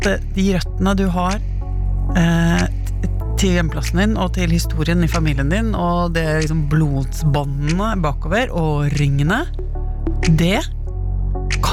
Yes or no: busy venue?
no